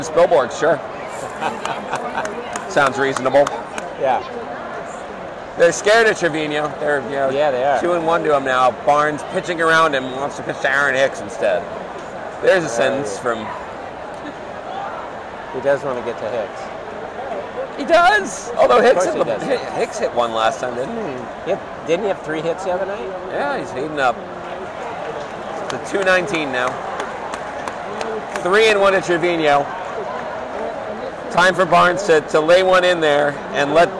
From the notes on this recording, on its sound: It’s been a real boon to the New York baseball teams to have us recording at their games.